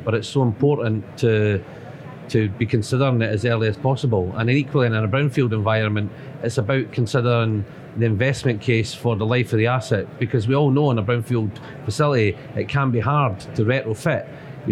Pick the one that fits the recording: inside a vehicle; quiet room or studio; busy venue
busy venue